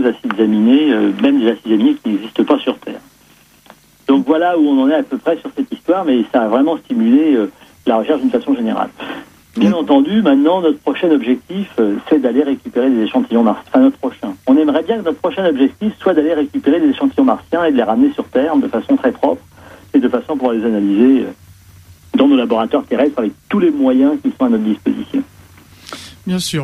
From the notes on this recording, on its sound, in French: par téléphone